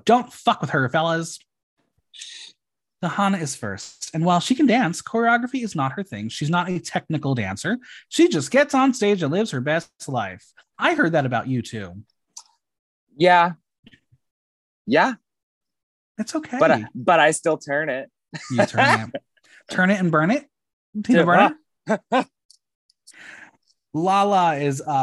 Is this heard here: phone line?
no